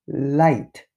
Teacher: じになっちゃうんですよね。文章で発音していく練習まで持っていく。これでね、一応、まあ完璧というかね、使えるようになってくるんじゃないかなって思うんですよね。なので、まずは、まあ、単語ご単語ごとに言ってみますね。light。これ、ポイントとしては、やっぱりですね、ベロ、下の場所と動きなんですよね。発音のポイントはこれ以外ないです。light。舌をどこに置くのか。ラ、ラ、ラ。これはですね、以前もやったんだけど、口の上、まあ、上顎のね、方に舌の先がくっつくんですよね。それも、歯の裏側の生え際ぐらいにくっつけて、そこから舌をこう <laughs>ペロンと下に落としていくっていうんですか。light。なので、まずはその下の場所を決める。で、確認を取る。うなる。ラ、ラ、ラ、ラ、ラ、ラ、ラ。ちょっとうな